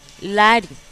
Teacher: la A tiene un sonido más largo que la I